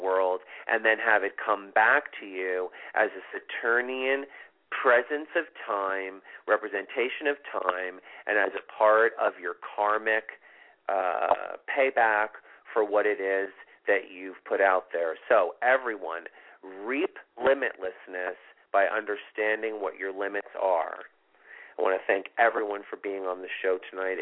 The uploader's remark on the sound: This is a live show with call in and live readings.